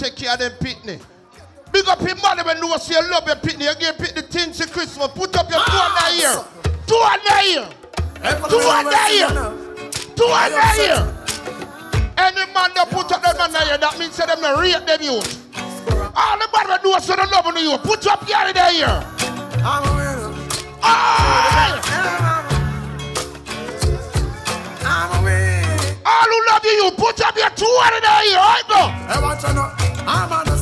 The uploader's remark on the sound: LIVE AT GOVERNMENT BIMMA PARTY 26TH DEC 2021